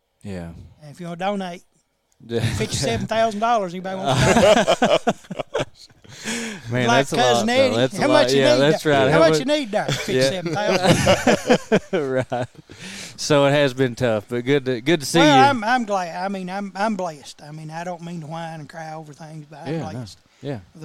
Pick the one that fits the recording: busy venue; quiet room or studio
busy venue